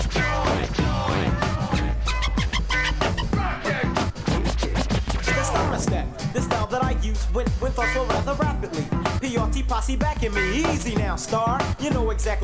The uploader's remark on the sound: We are LIVE from Bar RED for this Episode of THROWBACK THURSDAYS!